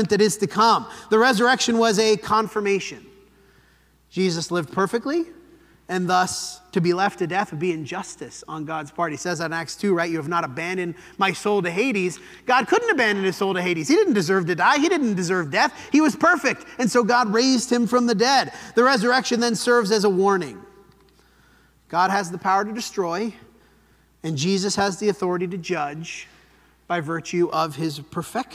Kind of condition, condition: setting, large echoing room